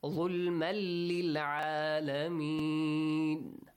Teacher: Lam matches the Yarmalun letters, which says you have to apply the rule Idgham. Merge them, okay? Without Ghunna.